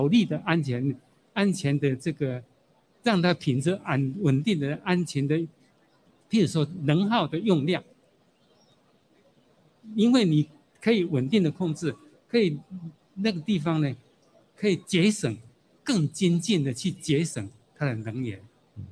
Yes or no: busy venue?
yes